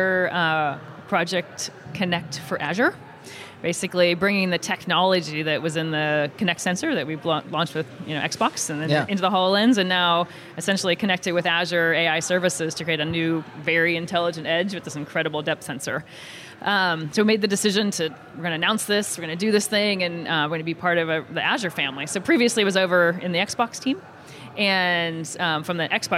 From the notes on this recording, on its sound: We’re on location at Microsoft Build 2018